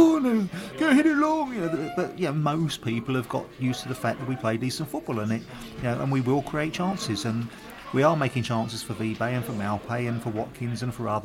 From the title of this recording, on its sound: Reading pre-match podcast from the pub